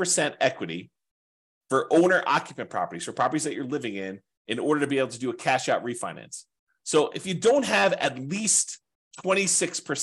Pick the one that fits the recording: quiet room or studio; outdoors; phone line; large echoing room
quiet room or studio